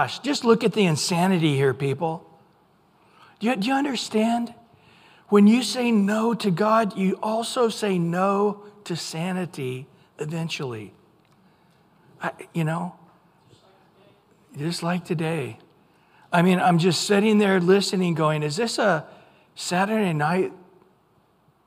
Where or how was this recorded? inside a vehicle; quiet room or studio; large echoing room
large echoing room